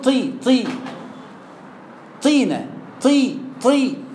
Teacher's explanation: من درجات الاستعلاء تفخيم، انت بتقول طي طي طينة طي طي حرف مفخم لكنه في اقل درجة